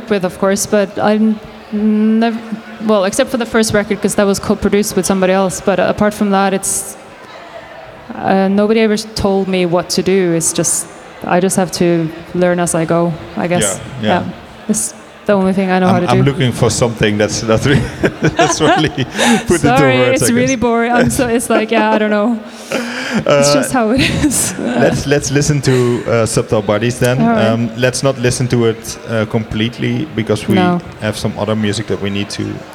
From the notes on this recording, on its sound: Dekmantel Festival 2022 x Echobox. During the Echobox live radio broadcast at Dekmantel Festival 2022.